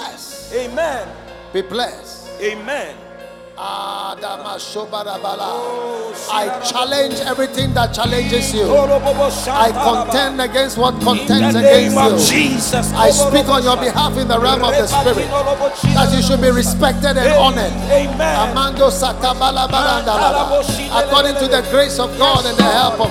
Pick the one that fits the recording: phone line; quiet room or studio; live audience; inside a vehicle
live audience